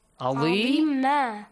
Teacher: Tanween fatha will be changed to alif mad.